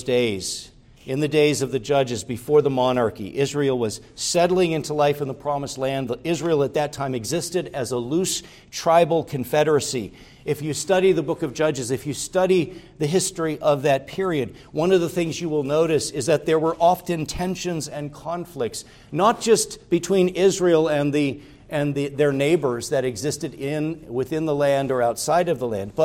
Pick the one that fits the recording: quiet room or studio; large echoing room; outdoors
large echoing room